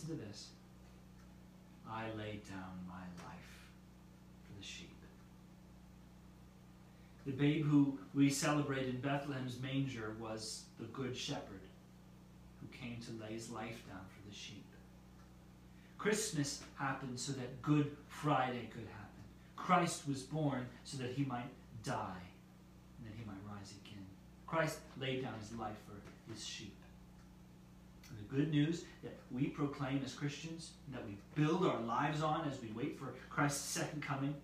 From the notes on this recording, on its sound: Due to a power outage at the church meetinghouse, we did not gather this week.